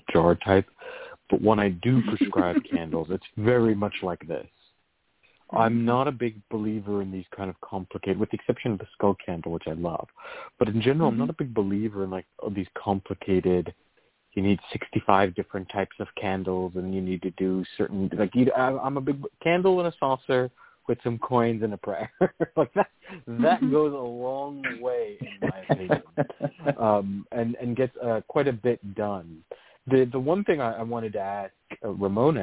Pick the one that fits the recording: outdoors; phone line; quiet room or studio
phone line